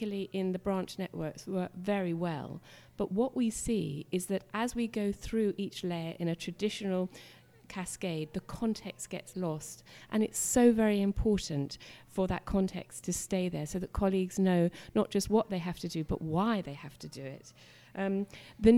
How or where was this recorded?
busy venue